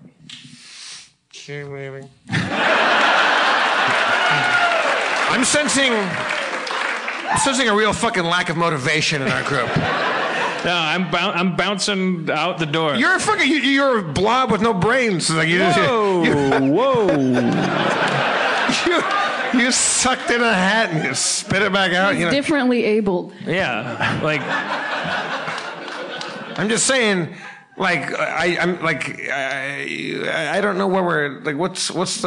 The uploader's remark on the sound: LIVE From SF Sketchfest 2017